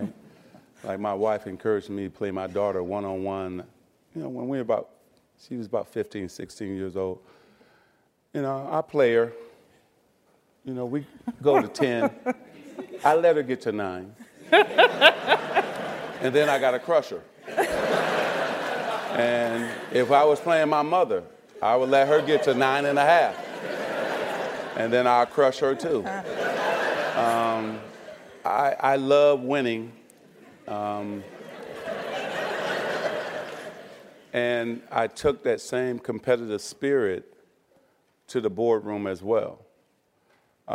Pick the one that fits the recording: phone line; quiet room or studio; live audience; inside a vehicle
live audience